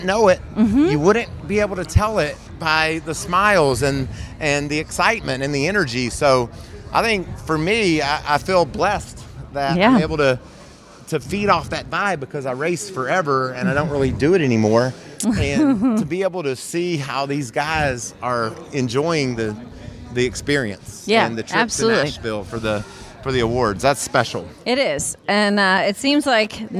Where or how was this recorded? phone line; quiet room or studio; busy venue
busy venue